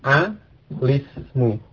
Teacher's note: hamzah wasal pada ismun ketika dimasukkan alif lam itu tidak diucapkan